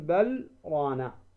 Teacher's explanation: فتقول بل، تسكت قليلا